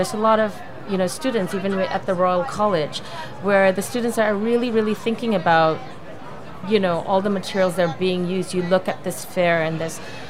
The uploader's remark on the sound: A special weekend edition broadcast live from Salone del Mobile in Milan.